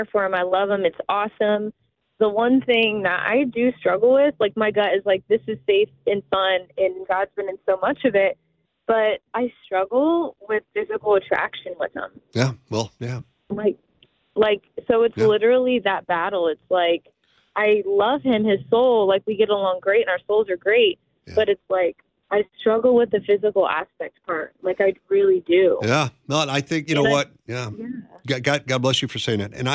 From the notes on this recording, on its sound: called